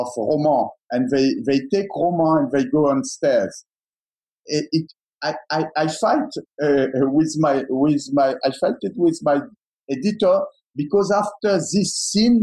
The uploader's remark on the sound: in a virtual Q&A